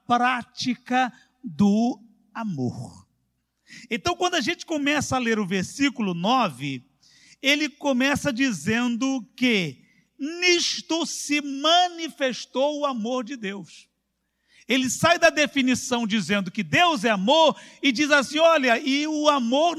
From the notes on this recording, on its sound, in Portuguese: CULTO AO VIVO.